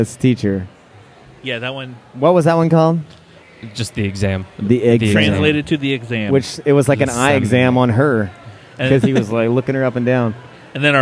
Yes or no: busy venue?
yes